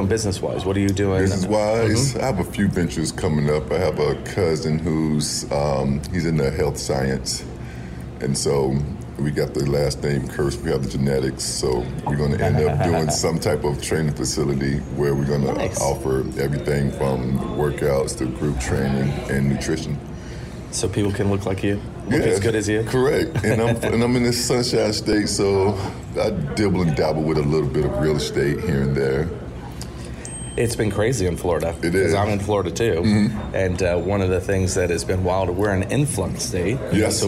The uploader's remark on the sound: Live from the LT Charity Golf Tournament